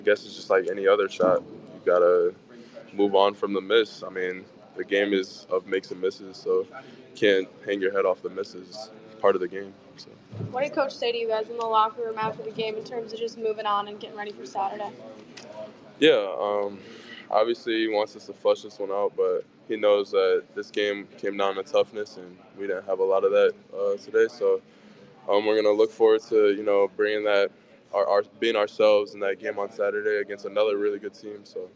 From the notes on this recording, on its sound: Postgame press conference. In the locker room.